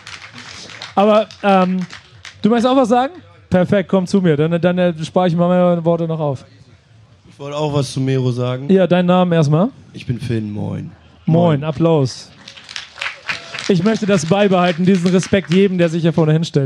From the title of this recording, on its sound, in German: Der BACKSPIN Stammtisch live vom Splash! 22